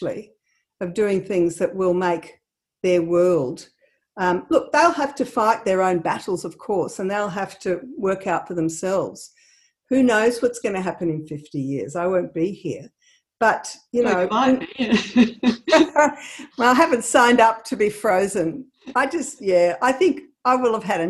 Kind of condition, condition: link, video call